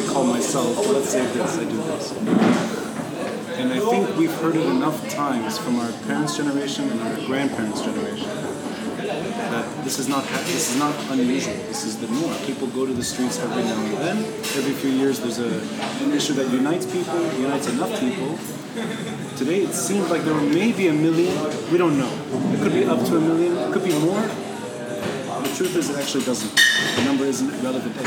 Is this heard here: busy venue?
yes